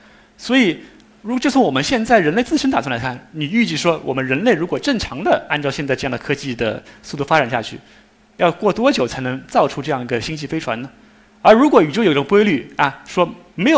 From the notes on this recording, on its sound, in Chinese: 一席现场